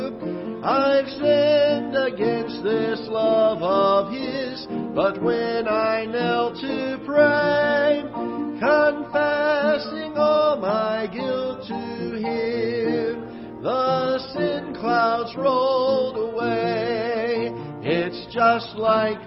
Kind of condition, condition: setting, large echoing room